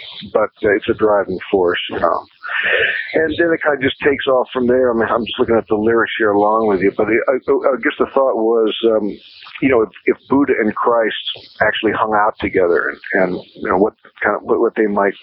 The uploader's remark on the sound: do this interview by phone